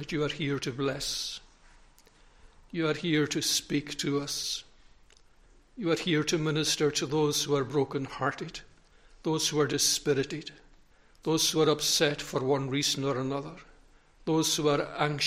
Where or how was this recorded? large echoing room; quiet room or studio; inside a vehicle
large echoing room